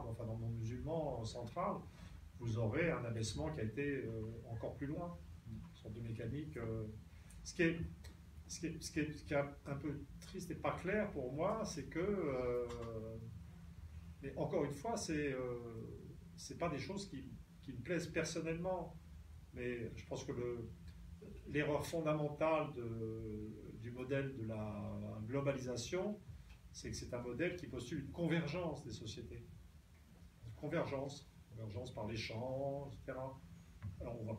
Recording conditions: poor microphone